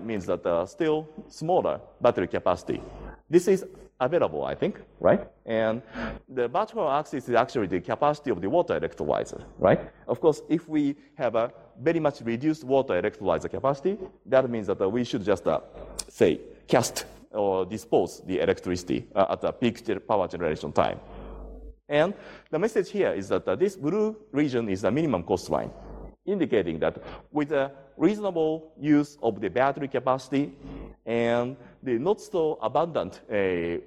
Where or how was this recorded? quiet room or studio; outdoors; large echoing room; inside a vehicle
large echoing room